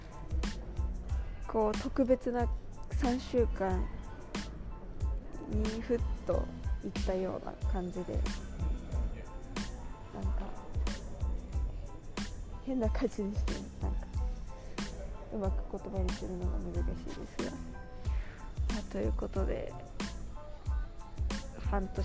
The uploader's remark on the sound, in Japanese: 乗り継ぎのチューリッヒ国際空港で収録しました！Wi-Fiの調子が悪く、途中から一人録りになりました。